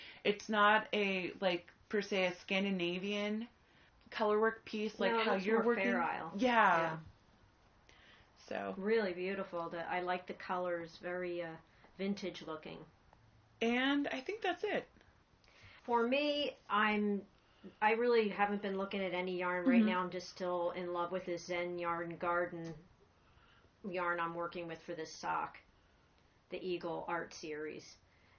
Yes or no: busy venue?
no